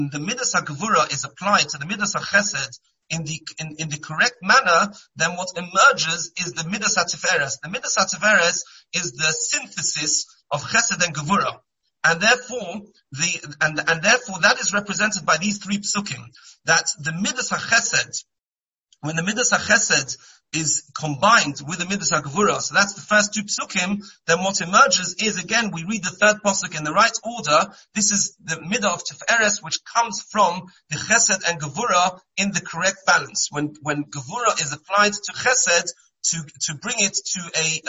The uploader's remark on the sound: Shiur given on Monday Chol Hamoed over Zoom.